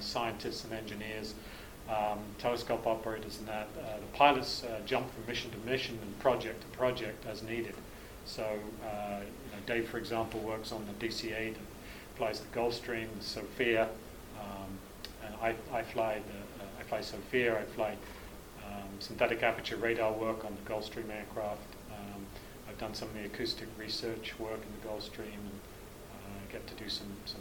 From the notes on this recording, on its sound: speaking at the recent WONZ Forum Meet held at the Air Force Museum of New Zealand